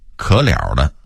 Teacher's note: 原来是可惜了的变音，由于北京人说话快，把中间那个西字给吞了 · Term: 吞字